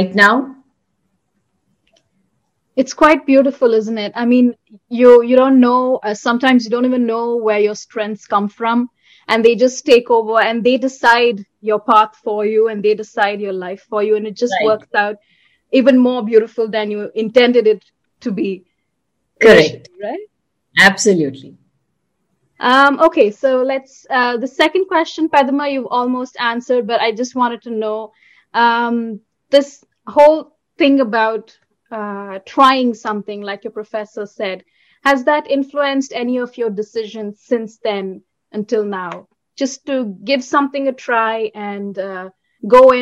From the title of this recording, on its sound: Virtually recorded